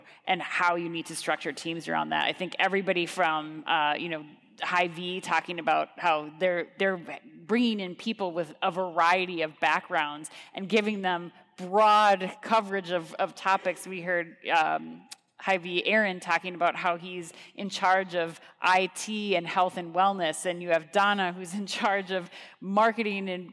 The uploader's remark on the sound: Groceryshop 2023 Recap Live From Las Vegas